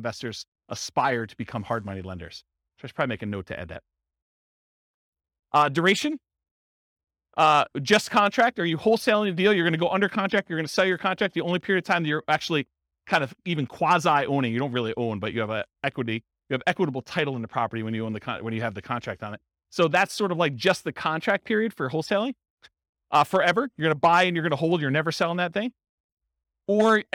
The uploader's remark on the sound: Real estate entrepreneurs in Elk Grove, California. This was a live class recorded. Live in-person version.